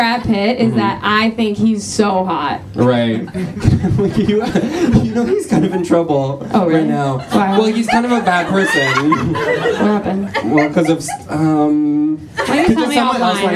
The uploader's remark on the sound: Another live show!